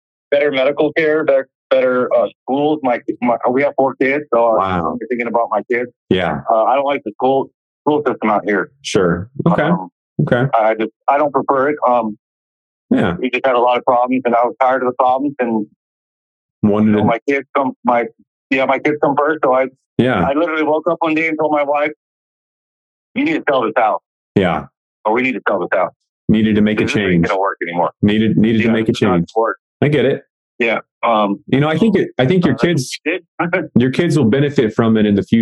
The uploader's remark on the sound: During this LIVE coaching call